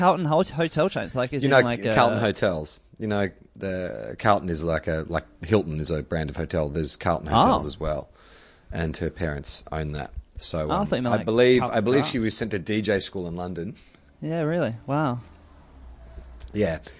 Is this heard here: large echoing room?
no